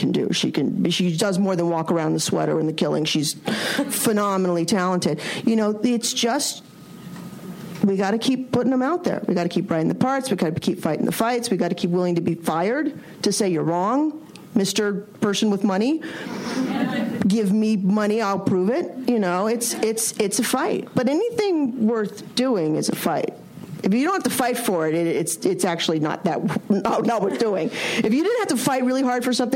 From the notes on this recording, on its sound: From ATX Television Festival. An intimate conversation. Recorded June 5, 2015 at ATX Television Festival.